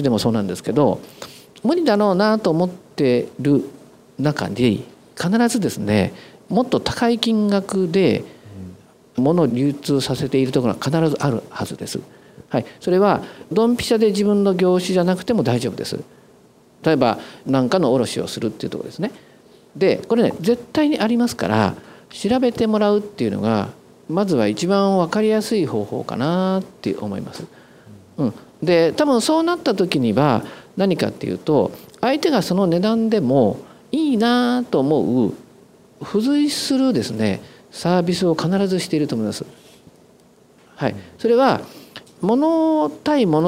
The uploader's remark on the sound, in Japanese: 大阪公開収録。